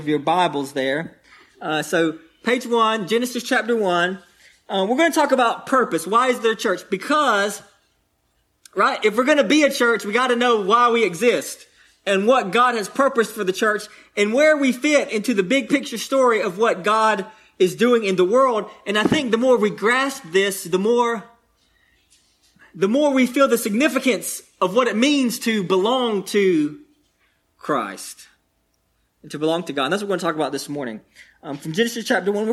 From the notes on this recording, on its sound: delivered on 5/15/22, at Cottondale Baptist Church in Eastman, GA.